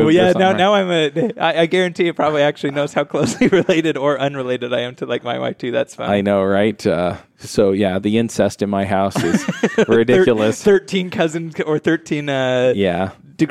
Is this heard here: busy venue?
yes